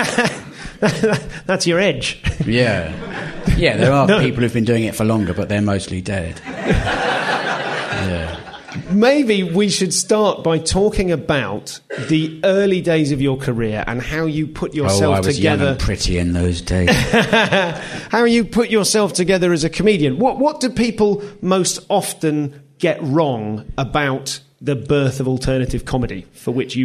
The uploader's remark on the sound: Live at Soho Theatre